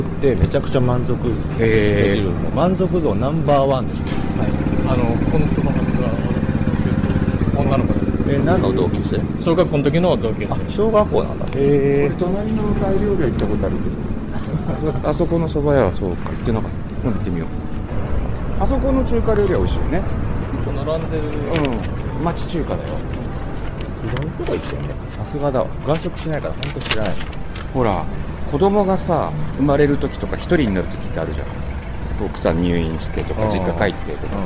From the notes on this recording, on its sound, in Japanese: 浅草橋駅の北側の神社を巡ります。屋外ロケのためお聞き苦しいところがございますがご勘弁ください。今、浅草橋駅の東口。